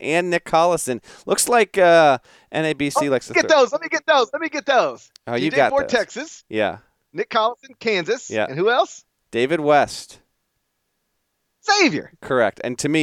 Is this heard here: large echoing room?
no